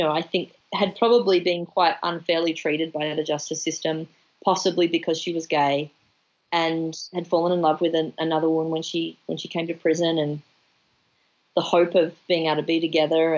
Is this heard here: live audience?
no